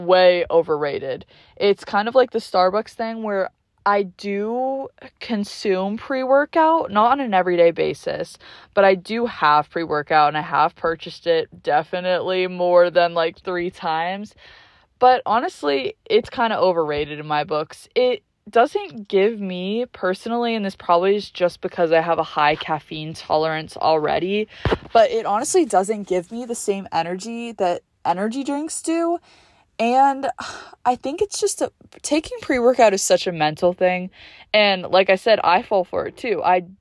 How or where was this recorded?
inside a vehicle